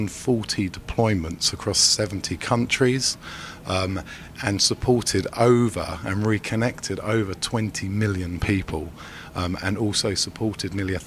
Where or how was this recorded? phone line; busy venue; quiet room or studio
busy venue